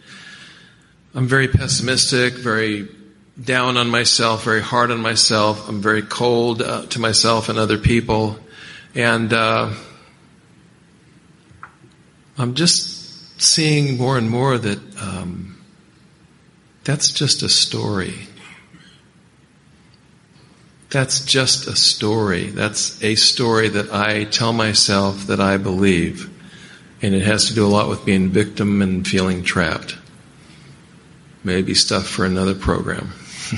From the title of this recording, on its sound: Friday Night Speaker - 2017 Ontario Conference